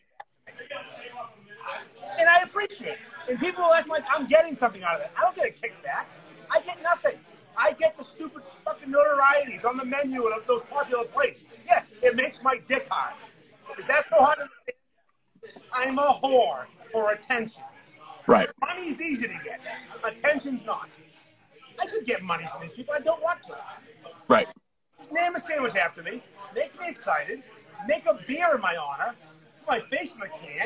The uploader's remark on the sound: LIVE from Channel Marker Brewing